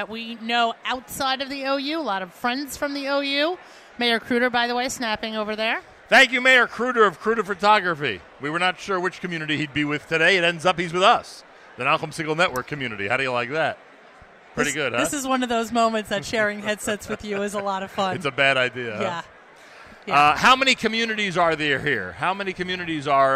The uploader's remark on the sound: NSN Broadcasts Live from the 6th Annual OU Jewish Communities Home & Job Relocation Fair.